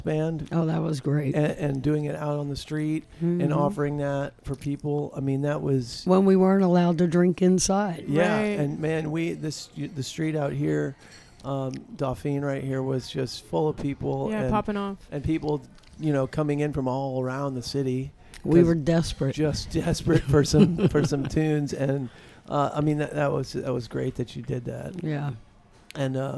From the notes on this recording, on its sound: Live at BJ's.